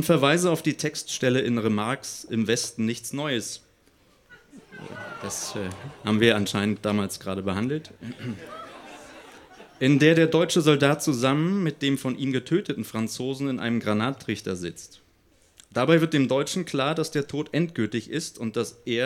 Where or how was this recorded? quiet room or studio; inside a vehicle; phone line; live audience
live audience